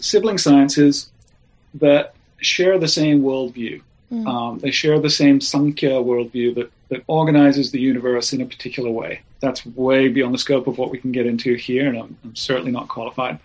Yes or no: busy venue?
no